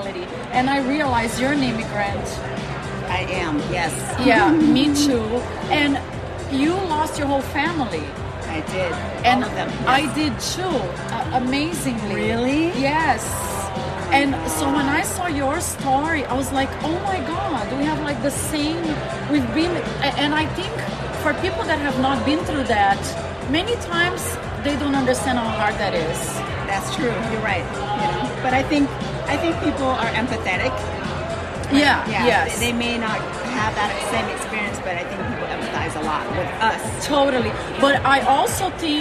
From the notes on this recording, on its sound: Super fun episode LIVE from the gorgeous Cosmopolitan Hotel Las Vegas.